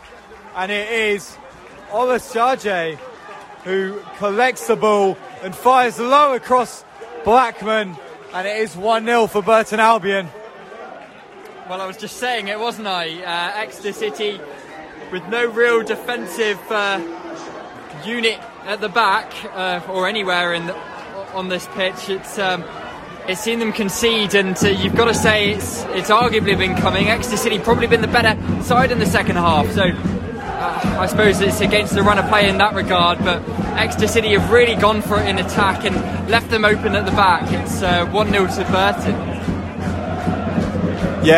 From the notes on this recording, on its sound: commentary from St James' Park